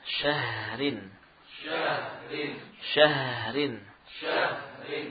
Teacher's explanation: Misalkan pada kalimat syahrin, ya huruf ro kita baca tentunya. Demikian pula huruf H kita berusaha untuk memberikan haknya sebagai huruf rohawah, apa haknya dialirkan suaranya